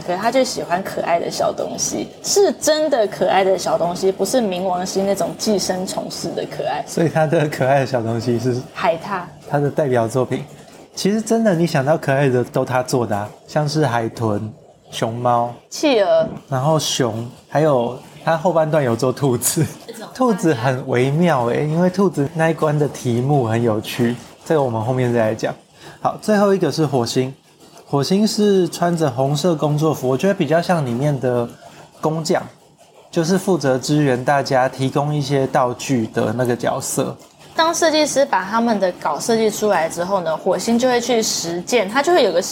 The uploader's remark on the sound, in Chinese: 錄音當天大暴雨，收音品質略差敬請見諒。